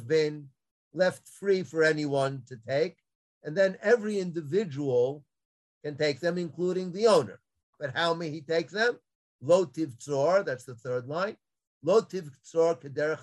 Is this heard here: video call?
yes